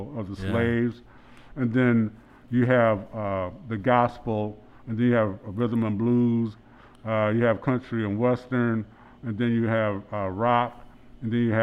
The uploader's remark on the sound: At another remote location (Blue Owl Coffee) during COVID-19. This episode was recorded at Blue Owl Coffee in Lansing's Old Town.